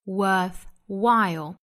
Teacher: 我们注意 worthwhile 这个词的重音呢落在第二个音节